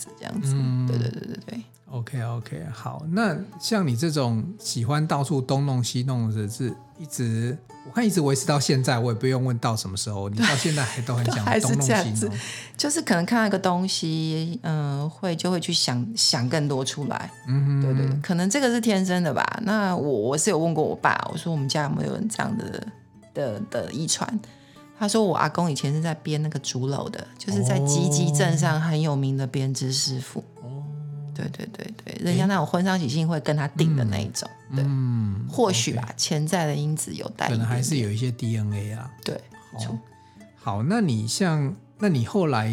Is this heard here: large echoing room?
no